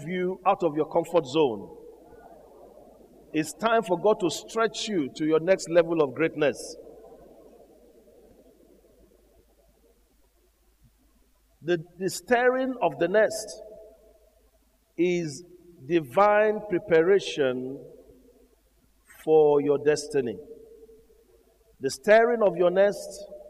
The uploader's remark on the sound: Gathering of Eagles Conference Day 1 Evening